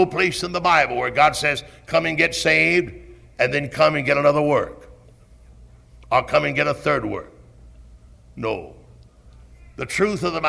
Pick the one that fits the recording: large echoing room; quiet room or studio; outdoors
large echoing room